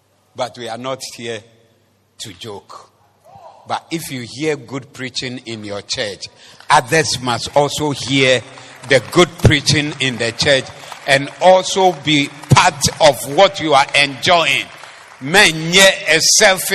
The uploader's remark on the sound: Preached at the Zeloo Service 02042023